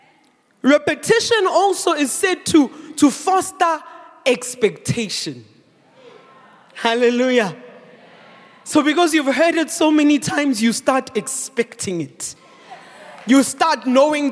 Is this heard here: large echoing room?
yes